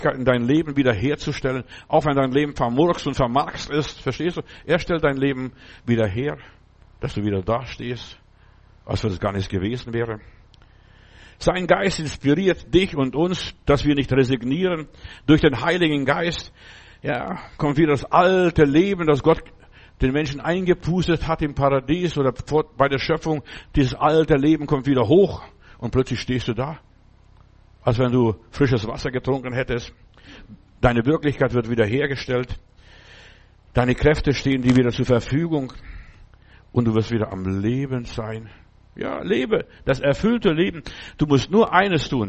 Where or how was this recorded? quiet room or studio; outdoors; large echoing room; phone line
large echoing room